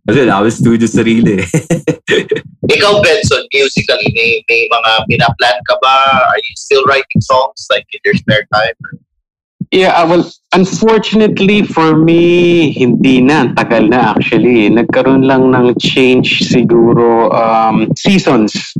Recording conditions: video call